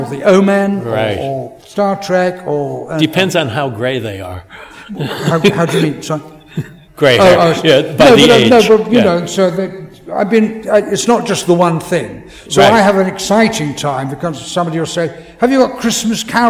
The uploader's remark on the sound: In front of a LIVE audience at Pensacon 2020.